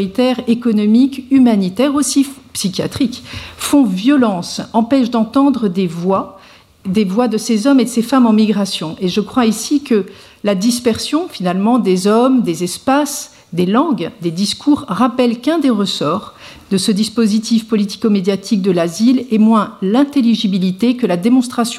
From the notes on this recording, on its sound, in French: Colloque. Présentation courte suivie d'une discussion avec le public sur les enjeux de la journée entière.